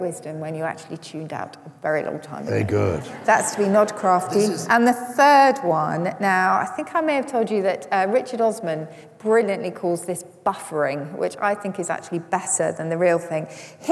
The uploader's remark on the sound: Highlights of the first live show of our 2021/2022 tour. We’re in Bath.